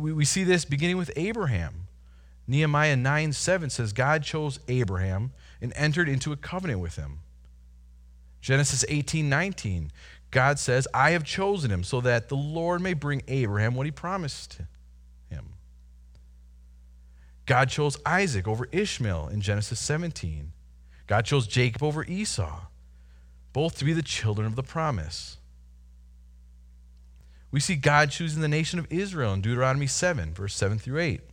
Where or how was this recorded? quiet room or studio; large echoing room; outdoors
large echoing room